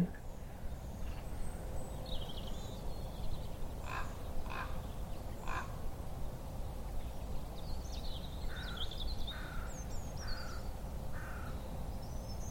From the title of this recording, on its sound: be transported to a lowland farm where ravens kronk and cattle low